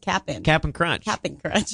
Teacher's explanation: C-A-P apostrophe N. Yeah, there's not even a T sound in that